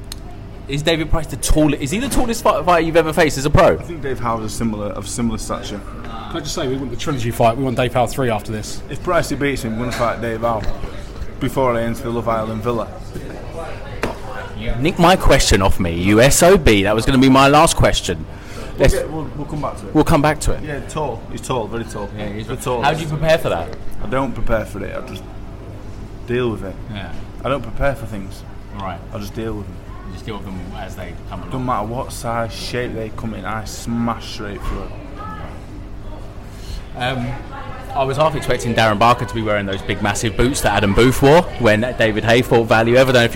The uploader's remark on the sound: We were live at the open workout